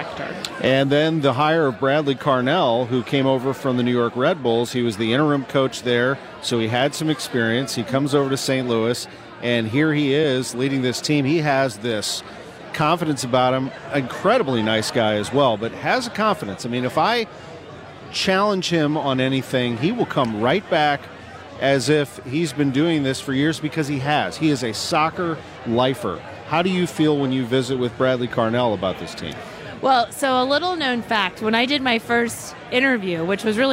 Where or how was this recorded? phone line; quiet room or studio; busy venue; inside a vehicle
busy venue